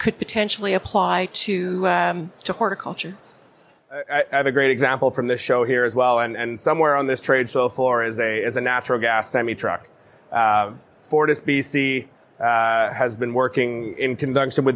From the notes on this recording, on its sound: LIVE! From the CPMA Trade Show Floor.